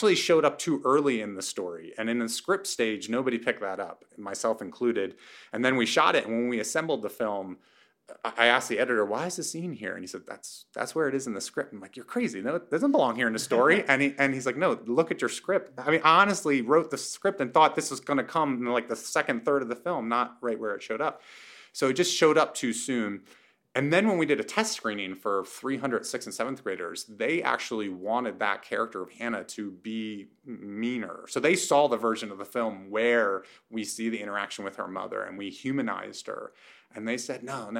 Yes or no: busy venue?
no